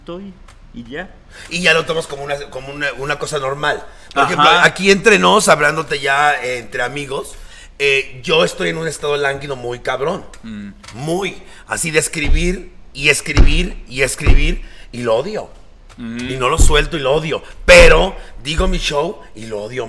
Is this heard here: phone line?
no